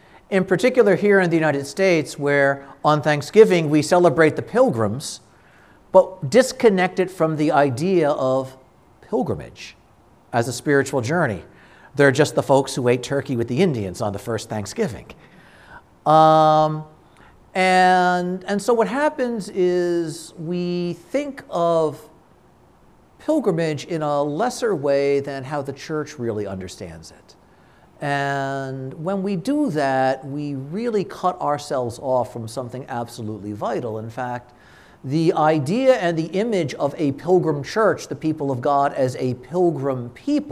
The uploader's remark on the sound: This conference was given at a Shrine.